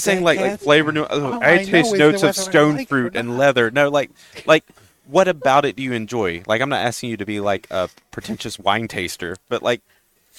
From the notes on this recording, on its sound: Recorded live from the 7-20-4 Lounge!